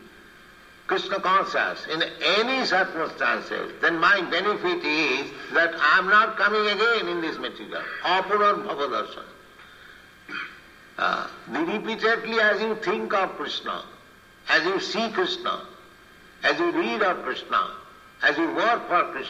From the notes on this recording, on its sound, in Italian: In diretta dal Tempio di Villa Vrindavana.